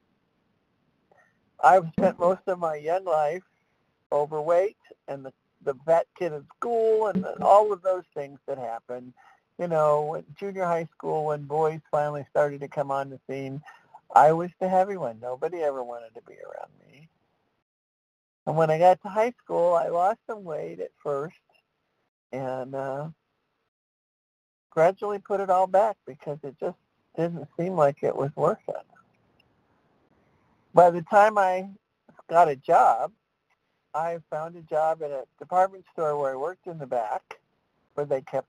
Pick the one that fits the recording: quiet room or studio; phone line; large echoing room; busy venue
phone line